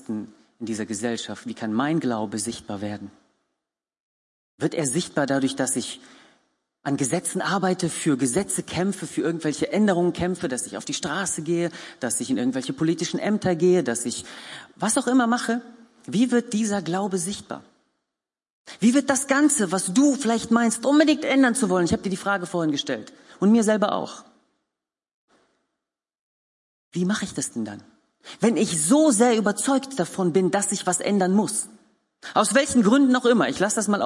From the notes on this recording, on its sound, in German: Gottesdienst der Kirche für Bonn